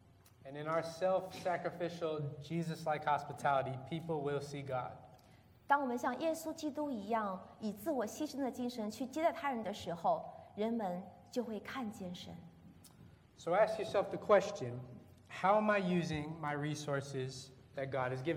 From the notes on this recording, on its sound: This is a sermon from September 1st, 2019 at Lexington Chinese Christian Church